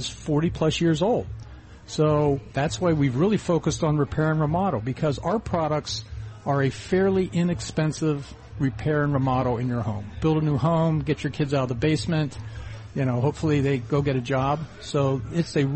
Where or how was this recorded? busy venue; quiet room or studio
busy venue